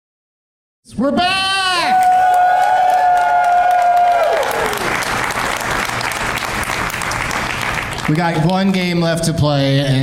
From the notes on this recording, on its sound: Live from the LOL Comedy Club in San Antonio